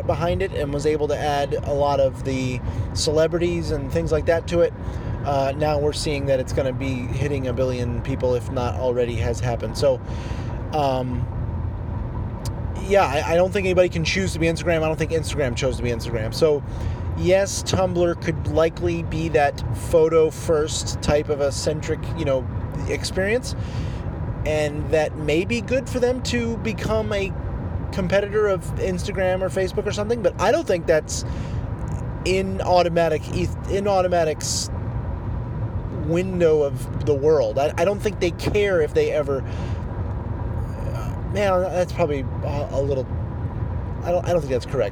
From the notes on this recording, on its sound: while driving (sorry for the audio quality) I recorded a quick audio bit